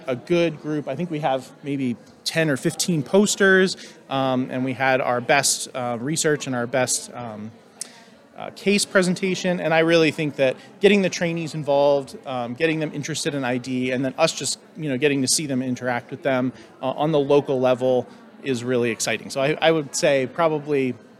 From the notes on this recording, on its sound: as they interview attendees, speakers and students from the Nebraska Infectious Disease Society (NIDS) 2023 Annual Conference.